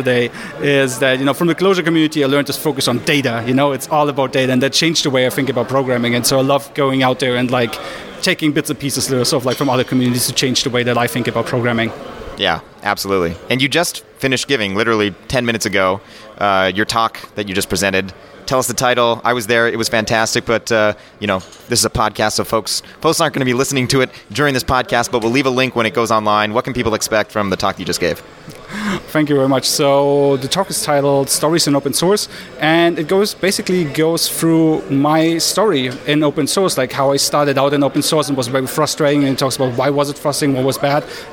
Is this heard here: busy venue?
yes